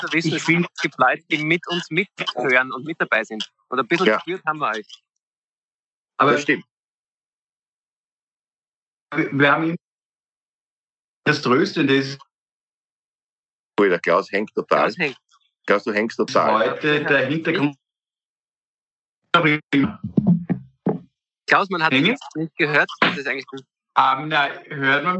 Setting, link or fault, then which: link, video call